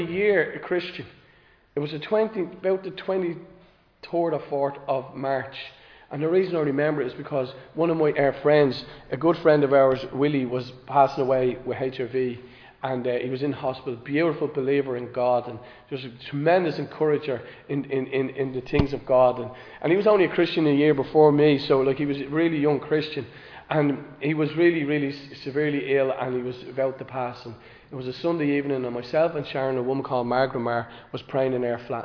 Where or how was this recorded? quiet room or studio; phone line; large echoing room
large echoing room